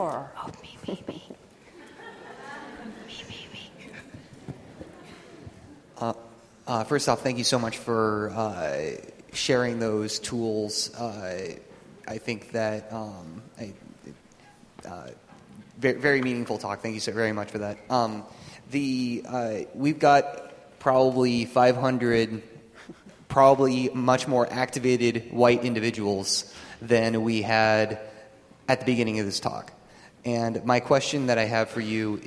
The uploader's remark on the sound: She spoke at UW’s Kane Hall on October 26, 2016 as part of the UW Graduate School Public Lecture Series “Privilege and Politics.”